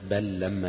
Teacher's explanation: ما لم يقع بعدها لام أو راء فتدغم في اللام للتماثل، مثل بل لما يذوق عذاب، بل لما، يبقى خلاص هي لام واحدة مشددة